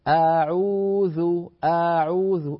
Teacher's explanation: يسمي العلماء هذا النوع من القراءة الخاطئة التمطيط، التمطيط، وكأنك تمط الحركة، تمط الفتحة فتتحول إلى ألف، تمط الضمة فتتحول إلى واو، تمط الكسرة فتتحول إلى ياء.